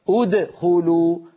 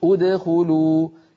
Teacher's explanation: الفراغ الصوتي عند القراء شيء له اسم، اسمه السكت، ولا سكت بعد الحرف المقلقل · Shown in: second take